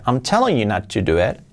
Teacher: La I como una E y la T muy suave.